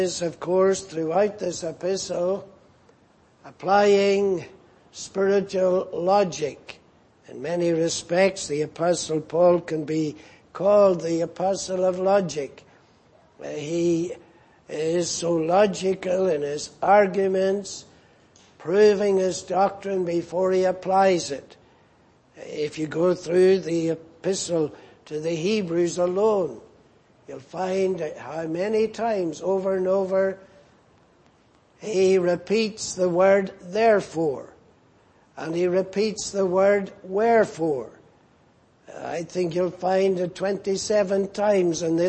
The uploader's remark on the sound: at the Lord’s Day Evening service on 18th February, 2024.